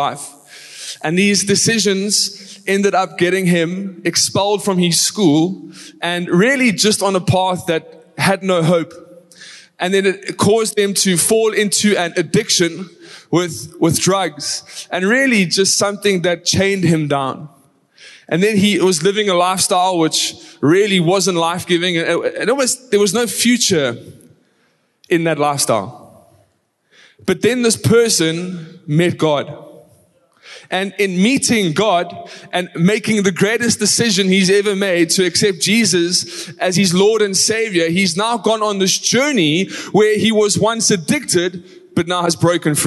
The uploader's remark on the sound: Recorded live on Sunday the 19th March 2023